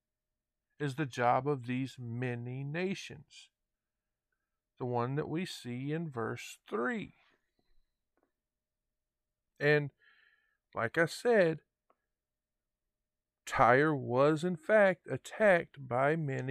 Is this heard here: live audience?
no